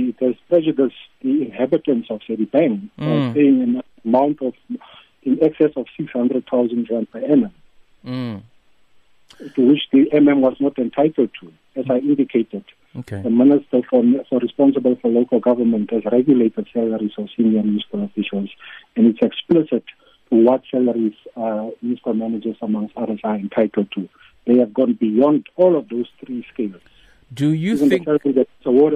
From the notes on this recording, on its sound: We’re now joined on the line